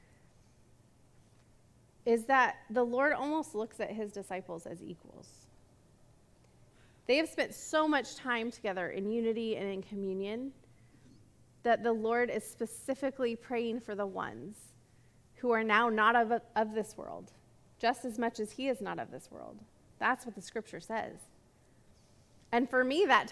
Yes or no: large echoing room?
yes